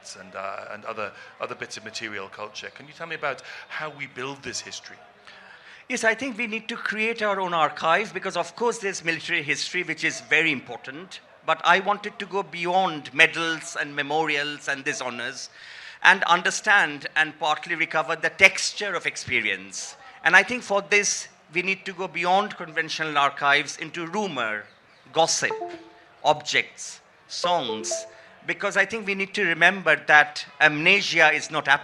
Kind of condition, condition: setting, live audience